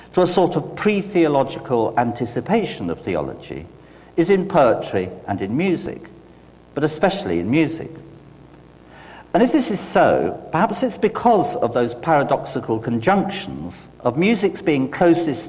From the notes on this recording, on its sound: delivered this lecture on May 14, 2008 at Swift Hall